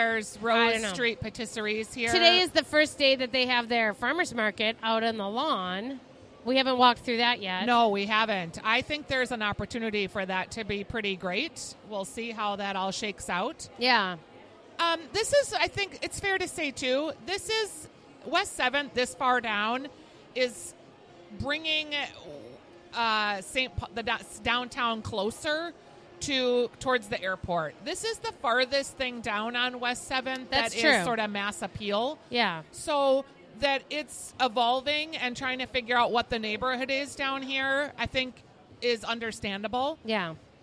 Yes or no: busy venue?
yes